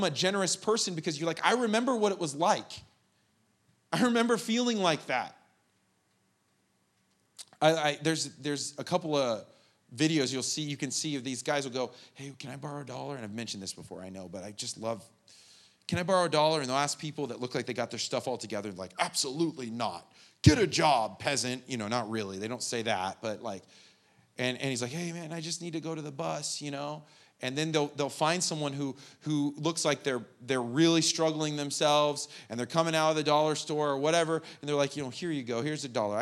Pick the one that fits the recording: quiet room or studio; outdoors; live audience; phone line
live audience